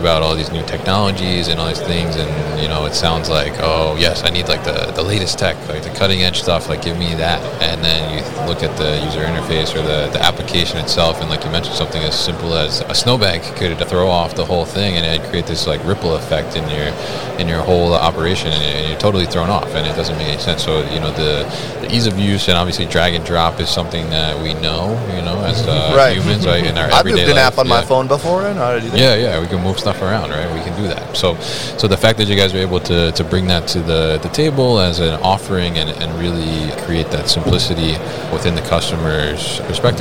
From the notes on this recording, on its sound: Yard Management Solutions at MODEX 2022